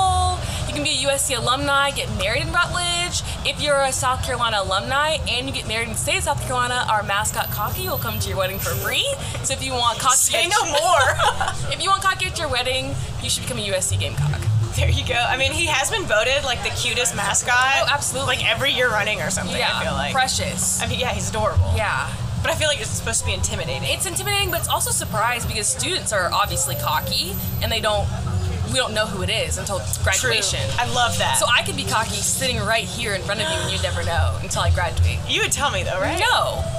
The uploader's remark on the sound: LIVE from First Thursday on Main. Take a listen to what your neighbors have to say about their favorite things in the 803!